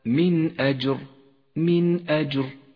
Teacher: مصحف التجويد حكم الإظهار في قوله تعالى من أجر من أجر النون الساكنة وبعدها الهمزة تظهر النون